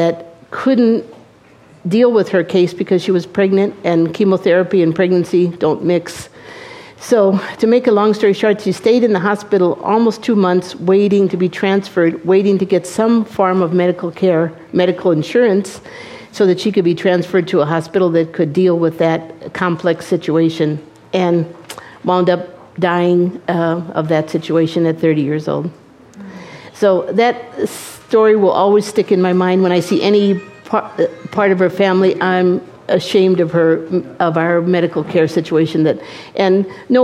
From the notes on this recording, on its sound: At the Café Revue in Fresno, a panel of healthcare providers and journalists discussed the future of rural medicine.